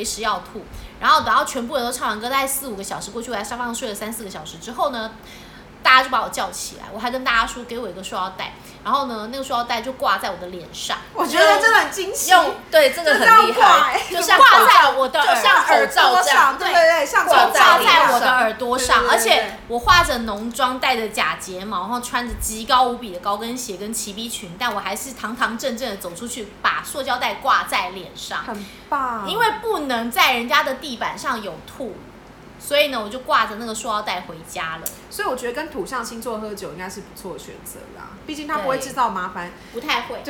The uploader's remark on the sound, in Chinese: 喝酒那些事系列由於是試錄集，收音設備非常陽春，請海涵。